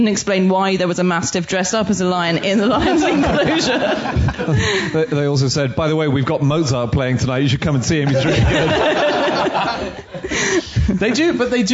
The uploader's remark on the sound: In a special live episode for the Chortle Comedy Book Festival